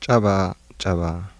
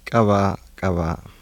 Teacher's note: Voiced bilabial plosive becomes voiced bilabial fricative between two vowels.